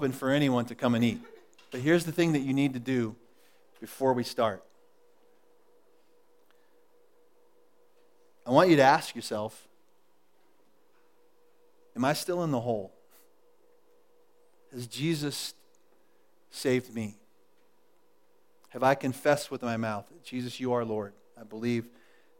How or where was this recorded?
large echoing room